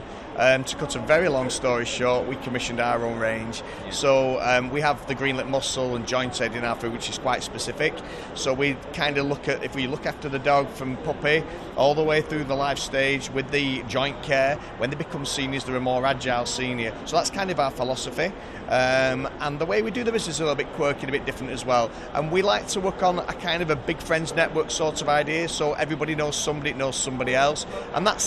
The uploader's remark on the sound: talks on Day 2 of Crufts 2018